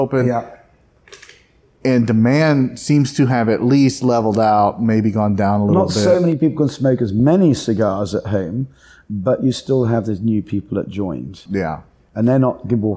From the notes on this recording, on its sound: Our first time on location (for video). At the Humidor of Lisle, in Lisle, Illinois.